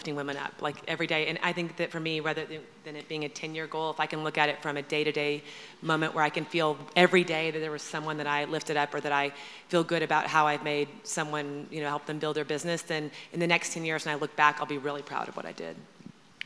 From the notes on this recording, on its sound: In this live podcast conversation straight from our In goop Health wellness summit.